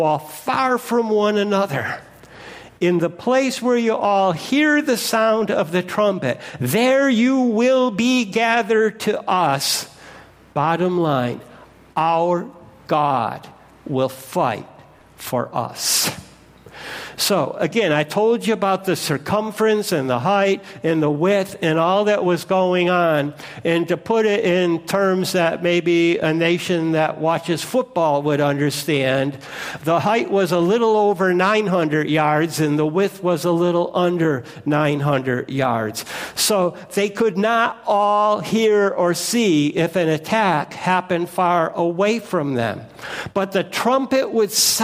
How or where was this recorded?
large echoing room